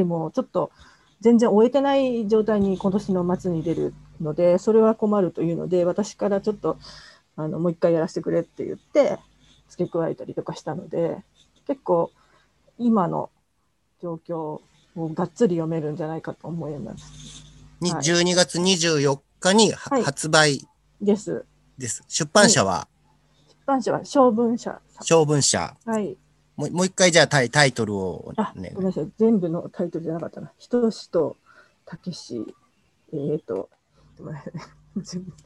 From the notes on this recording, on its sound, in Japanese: 生放送後のZOOM収録のため音質は良くない部分があります。